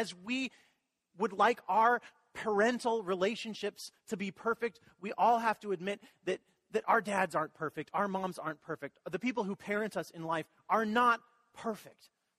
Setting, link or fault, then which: setting, large echoing room